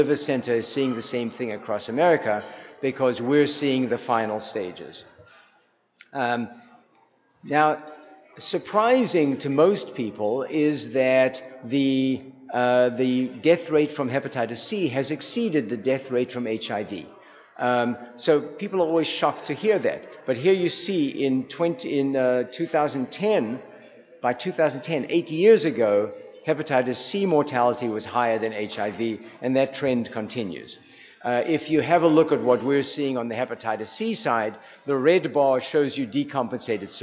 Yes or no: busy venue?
yes